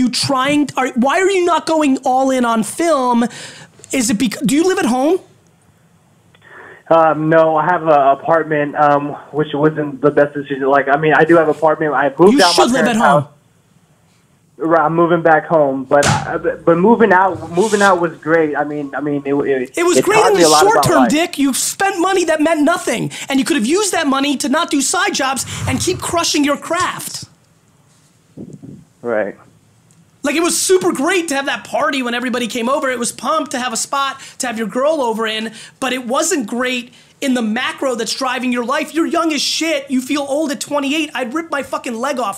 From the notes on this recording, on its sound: it's a phone call